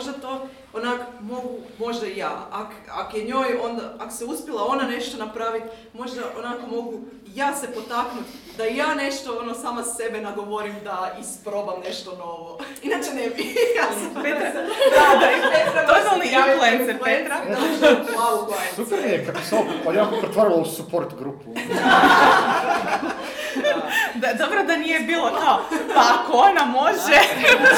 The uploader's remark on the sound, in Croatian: Mora FM na terenu! Ovu bonus epizodu snimali smo uživo s publikom na SFeraKonu.